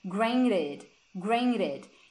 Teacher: Ele usa o Rzinho do americano.